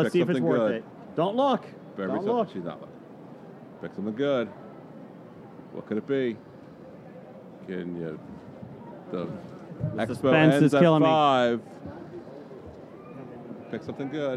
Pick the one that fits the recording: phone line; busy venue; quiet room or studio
busy venue